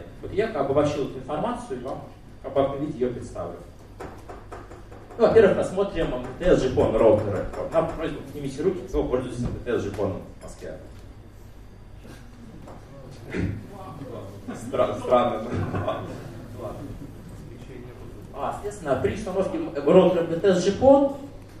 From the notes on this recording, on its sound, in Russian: ZeroNights 2014 и "Открытая безопасность" представляют аудиозапись докладов с конференции. День 2, Workshop 1, FastTrack.